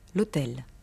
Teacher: Das H wird im Französischen nicht gesprochen.